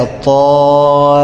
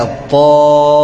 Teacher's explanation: التنيك تمشي بالالف مفخمه الست حركات، مش الاول تفخمها وترجع تنزلها شويه · Shown in: second take · لا ما ينفعش تقول كده الطامة، لا الطامة لحد ما تخلص الايه المد.